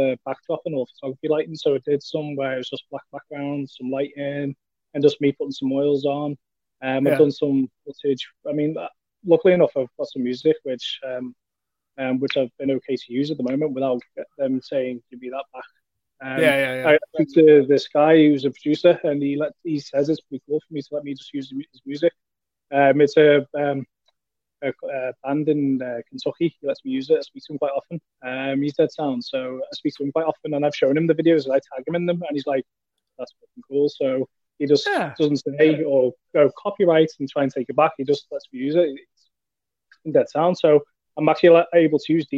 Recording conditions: video call